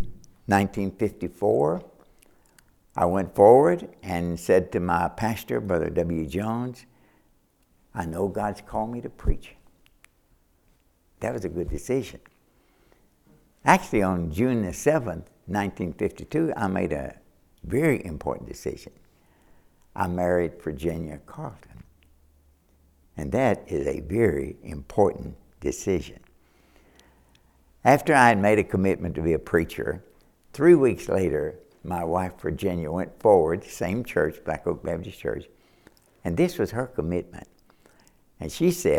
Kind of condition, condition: setting, large echoing room